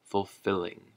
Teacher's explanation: the emphasis is on the fill